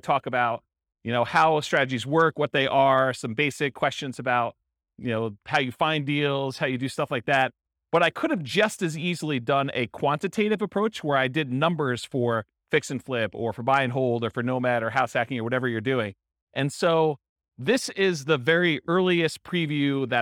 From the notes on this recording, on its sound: This was a live class recorded.